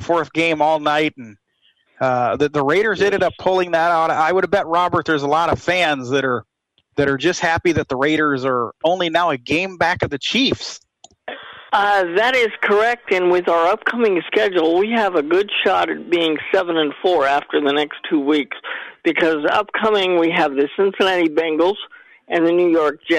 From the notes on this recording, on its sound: take your live calls